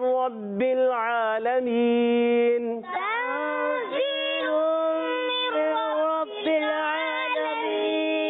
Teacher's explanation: आलमीन में आयन पर खड़ा जबर एक अल्फ खींचेंगे और लाम पर हरकतें नहीं खींचेंगे